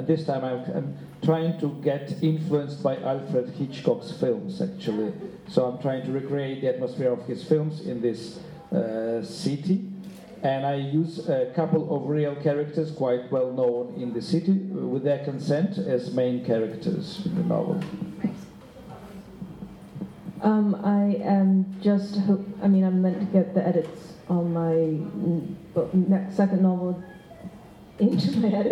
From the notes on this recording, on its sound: Q&A at the Millennium Library. Post-reading discussion.